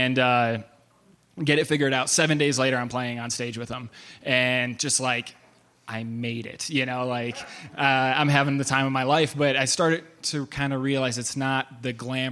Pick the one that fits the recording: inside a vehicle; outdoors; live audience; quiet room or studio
live audience